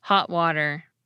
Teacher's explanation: Listen for my glottal stop at the end of the word hot in this next phrase, along with an alveolar flap in the next word